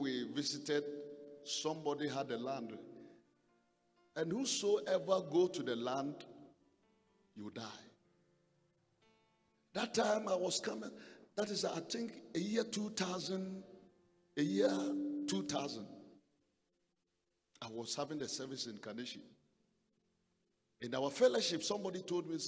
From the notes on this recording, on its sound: Preached in the first service on Sunday 6th February 2022